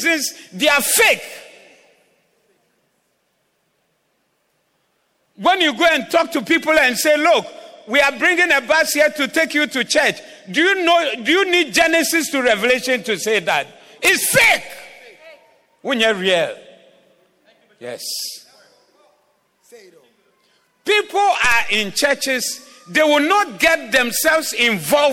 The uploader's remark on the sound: Preached at the Zeloo Service on 03072022